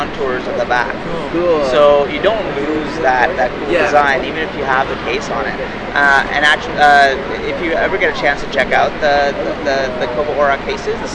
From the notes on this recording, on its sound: Post BEA and IDPF Wrapup. We have a few audio interviews we did at the show where we spoke to Kobo and Overdrive.